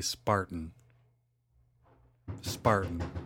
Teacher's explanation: Spartan without the T, that's a glottal stop.